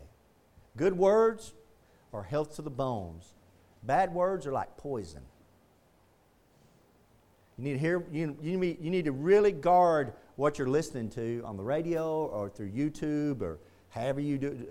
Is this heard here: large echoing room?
yes